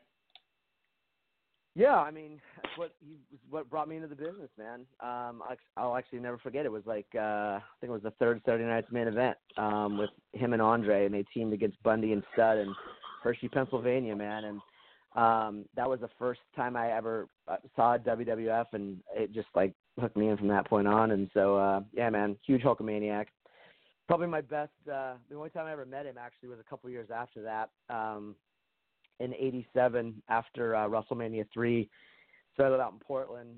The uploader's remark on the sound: We take your calls LIVE on the air.